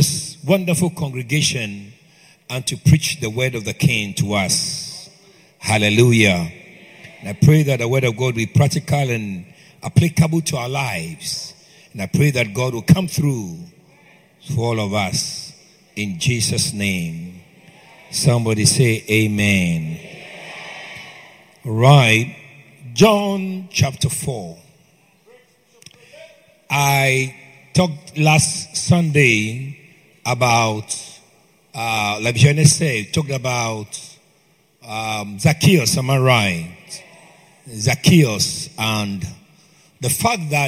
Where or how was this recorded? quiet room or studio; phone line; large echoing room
large echoing room